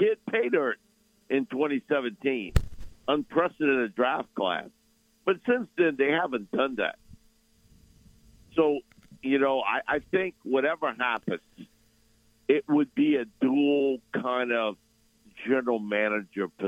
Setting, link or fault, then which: link, phone line